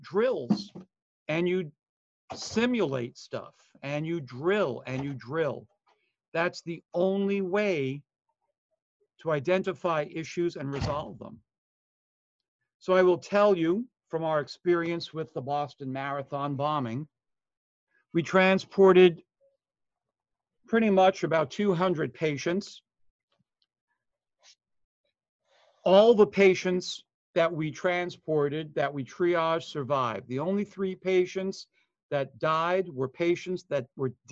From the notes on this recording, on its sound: Online Session Audio